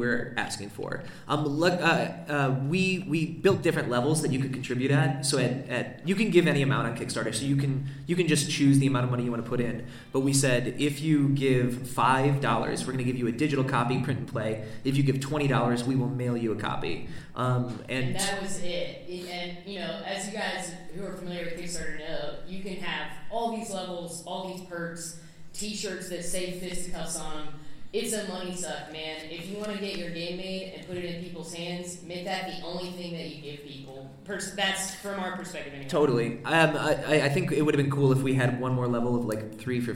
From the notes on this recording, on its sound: From the Denver Comic Con, here's audio from our panel. This was a really fun, well-received presentation that we were stoked to give out in Denver.